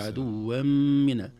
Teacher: أما إذا كانت الفتحتان أو الكسرتان متتابعتان، إذن هاتان متراكبتان يبدأان سويا ينتهيان سويا، متتابعتان تتقدم واحدة وتتبعها الأخرى، يدل على أن الحكم هنا إضغام أو إخفاء وليس إظهار. ولذلك نقول عدوا منا، لم نقل عدوا منا، لم نظهر النون